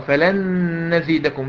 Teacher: فلن نزيدكم نون ساكنة بعدها نون. فلن نزيدكم إدغام بغنة